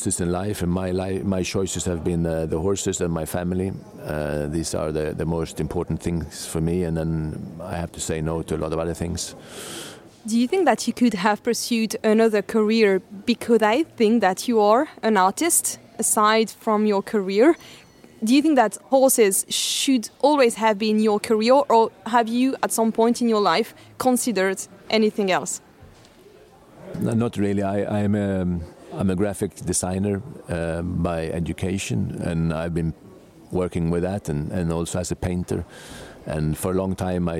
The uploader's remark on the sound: Today’s amazing episode was recorded at Geneva World Cup